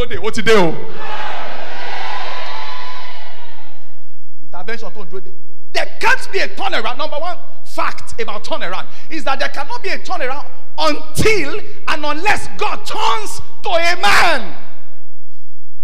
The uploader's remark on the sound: Birthday Thanksgiving & Prophetic Service. Covenant Champions Global Assembly LIVE Service.